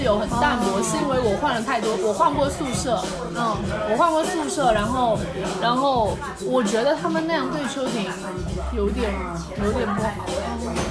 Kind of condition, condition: setting, busy venue